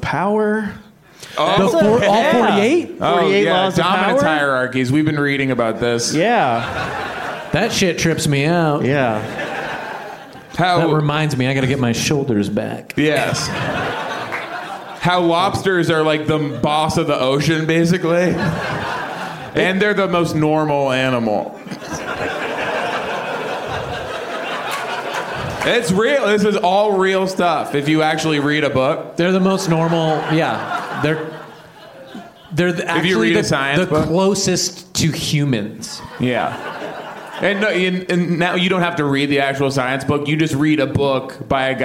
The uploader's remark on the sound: Live from Onionfest. Doing a live show in Chicago City.